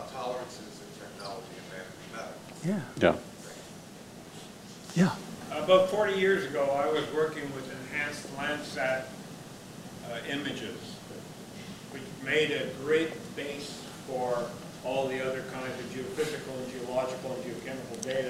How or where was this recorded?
live audience